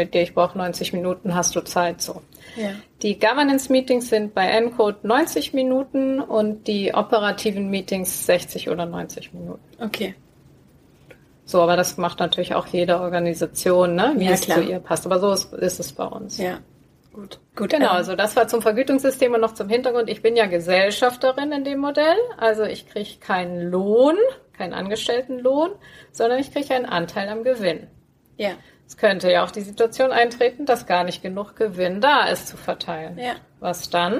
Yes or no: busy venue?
no